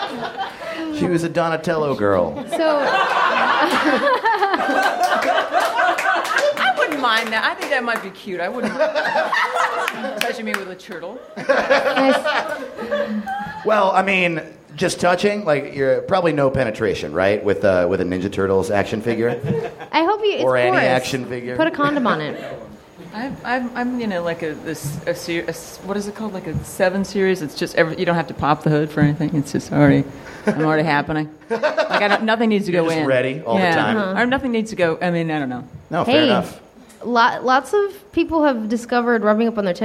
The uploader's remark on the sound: live at NerdMelt!